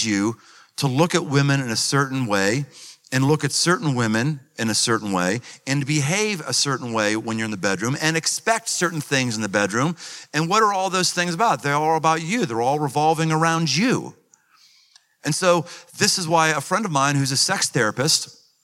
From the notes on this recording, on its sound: Live in Cincinnati. Recorded live in front of a packed house of athletes and their coaches.